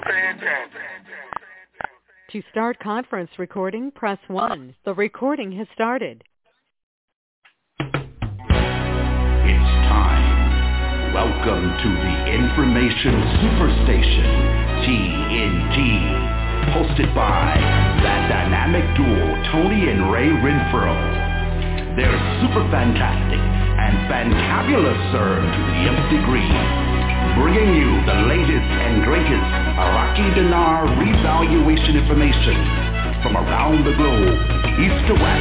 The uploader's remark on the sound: TNTSuperfantastic Conference Call.